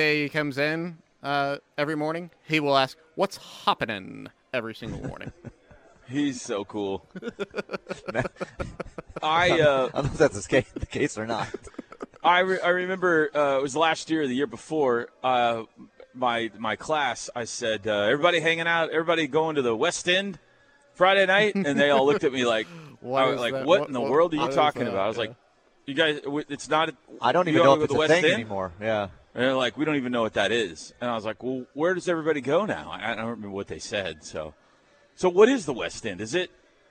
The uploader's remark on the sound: go live from the Omni in Dallas at the OU Alumni's Boomer Bash.